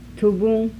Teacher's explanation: Uvular nasal final consonant